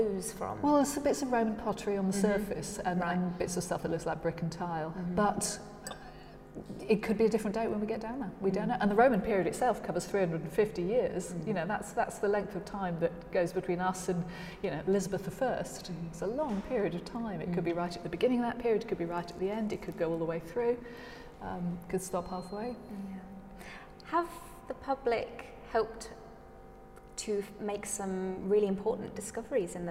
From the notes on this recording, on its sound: The haunting and echoing atrium of the Victorian prison at Lincoln Castle, surrounded by Medieval and Roman discoveries from archaeological digs in the castle grounds, as well as a nearby Saxon sarcophagus. Coffee in hand and surrounded by historical treasures.